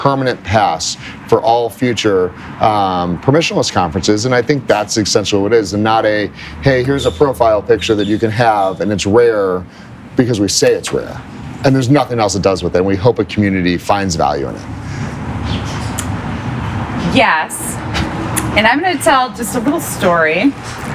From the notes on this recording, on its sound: Live at Permissionless. The yWhales team reports from the Permissionless Conference and Expo in Palm Beach, Florida.